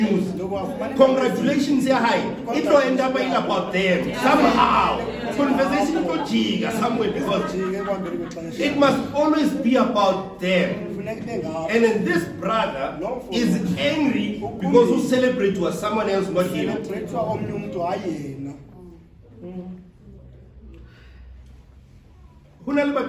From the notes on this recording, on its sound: Preached at St John's Apostolic Faith Mission Church in Tembisa.